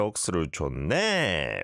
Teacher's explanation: We have to go up at the end, apparently.